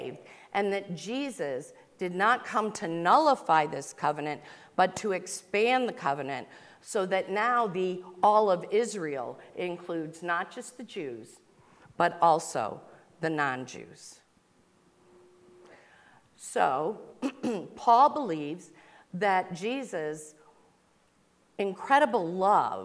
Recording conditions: large echoing room